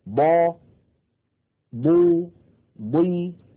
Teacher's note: حتى عندما تكون الضاد مكسورة تكون ضخمة مفخمة تماما